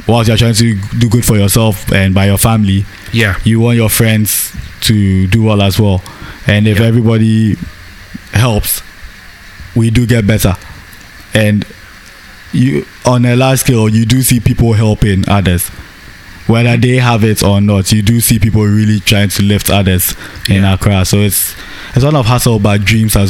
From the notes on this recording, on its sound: This podcast was recorded at the scenic McCarthy Hills in Accra, Ghana . This podcast was recorded at the scenic McCarthy Hills in Accra, Ghana .